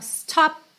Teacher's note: percebe que esse P do stop corta o som mesmo. Você nem precisa do, tá, da percussão.